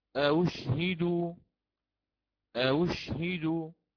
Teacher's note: سأسهل بين الهمزة والواو مع عدم الإدخال · Term: التسهيل